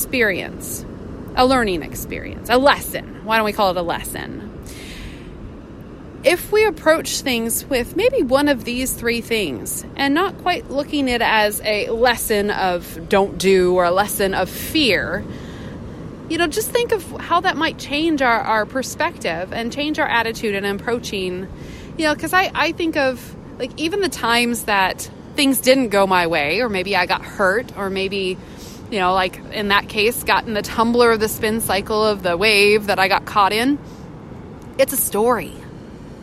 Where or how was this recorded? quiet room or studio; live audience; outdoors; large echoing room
outdoors